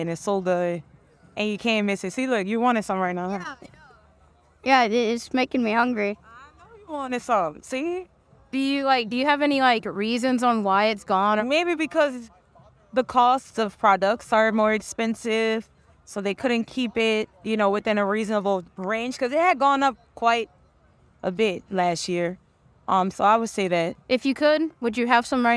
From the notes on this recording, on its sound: this episode we are live at Jazz Fest!